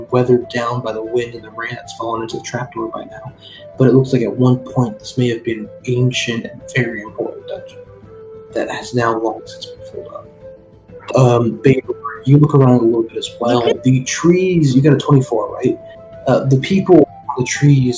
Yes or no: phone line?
no